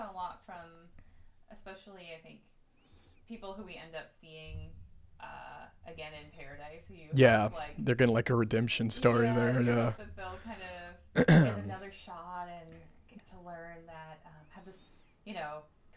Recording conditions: uneven or low level